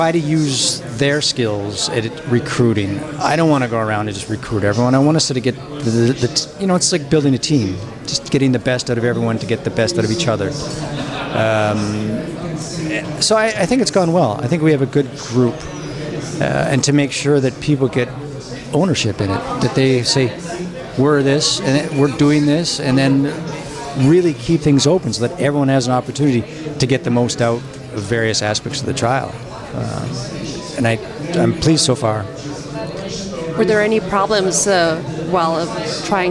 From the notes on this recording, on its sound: We continue with another live recording from ESVS AM 2023.